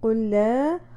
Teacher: لام کے اوپر چونکہ ہم غنہ نہیں کرتے ہیں تو اس لیے یہاں پہ غنہ بالکل بھی نہیں ہوگا. قل لا اور یہاں پہ آگے مد منفصل ہے تو اس کو چار حرکہ کھینچیے. · Term: ادغام مثلین صغیر